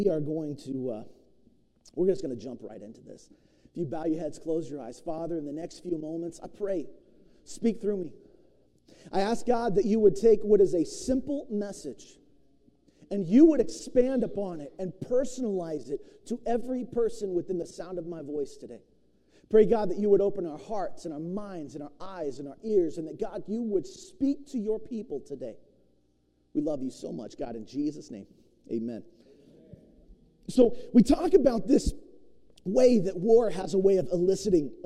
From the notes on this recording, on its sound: preached at New Beginnings Church of God in Roseburg, Oregon